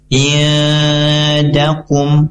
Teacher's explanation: hukum bacaannya ialah ikhfa hakiki, yang artinya dibaca dengan samar 2-3 harokat dan harus ada penahanan. Iadakum, jadi masih belum sempurna tadi penahanan, belum 2-3 harokat.